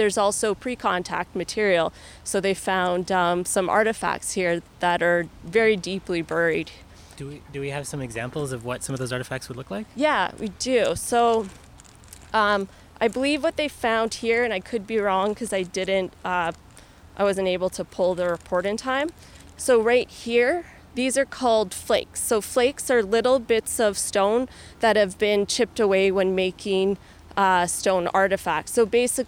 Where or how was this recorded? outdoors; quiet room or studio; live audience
outdoors